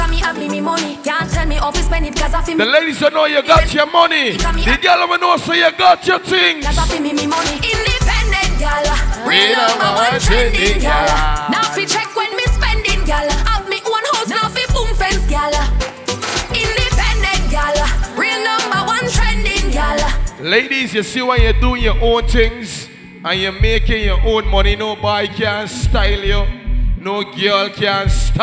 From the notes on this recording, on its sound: LIVE IN CLUB ENVY